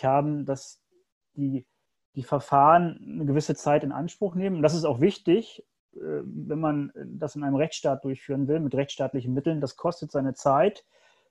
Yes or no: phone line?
no